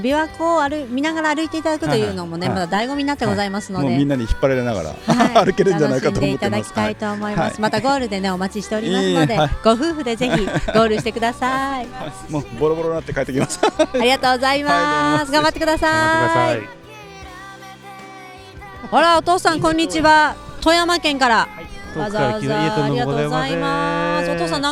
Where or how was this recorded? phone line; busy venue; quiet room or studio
busy venue